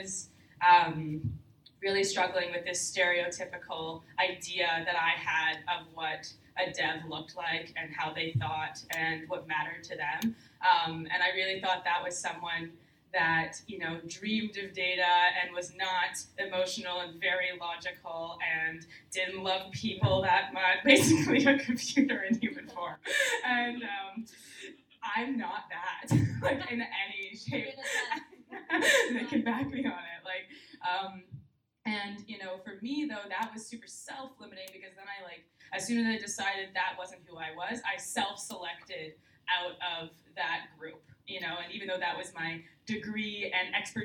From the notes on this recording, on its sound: Recorded Live at CAN-CWiC. Our first live recording of Confidently Insecure, in front of an audience of university students at the 2018 conference in Halifax, NS.